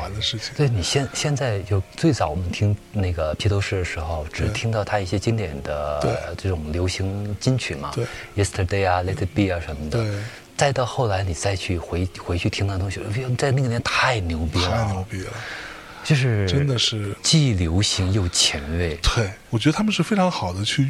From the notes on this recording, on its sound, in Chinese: 来到大理，坐在雨后的小院里，录制了本期节目。